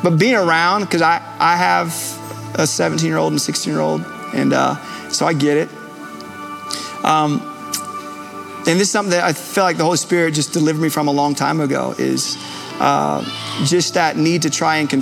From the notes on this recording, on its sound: Recorded Live at Capital Church in Meridian, Idaho